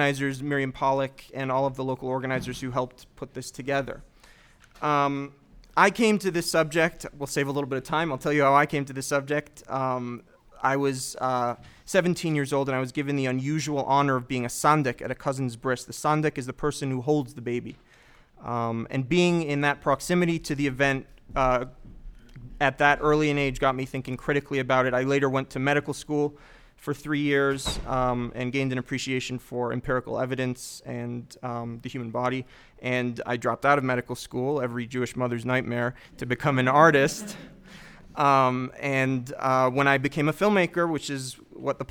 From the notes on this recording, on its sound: This is a recording of the Q&A from the Boulder Colorado screening of Cut.